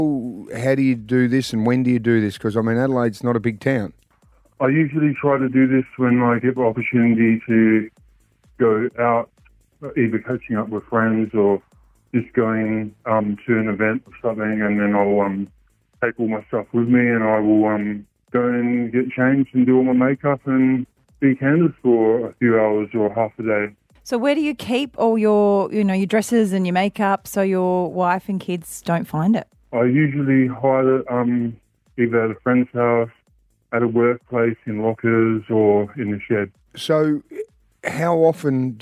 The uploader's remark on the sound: An anonymous caller phoned into the 107.1 SAFM breakfast show. The call aired as part of the Secrets of the Suburbs segment which solicits for scandalous secrets providing listeners anonymity via a voice decoder.